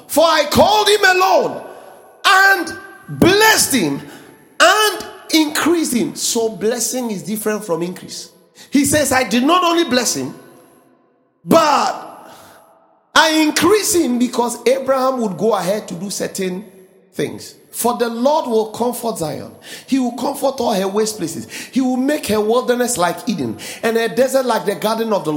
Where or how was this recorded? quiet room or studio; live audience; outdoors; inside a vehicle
live audience